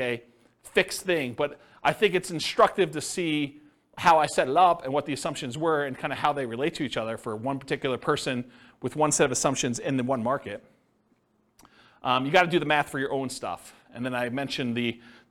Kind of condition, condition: setting, live audience